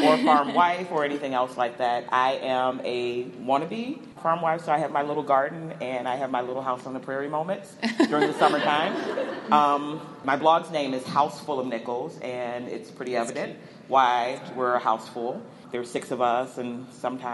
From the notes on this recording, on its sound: we're doing it live from the Women in Ag conference